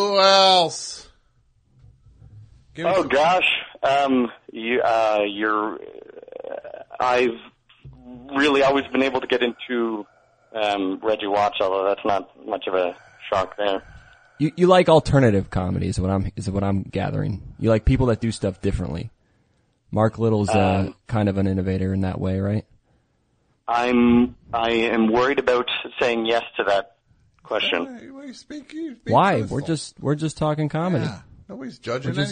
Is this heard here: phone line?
yes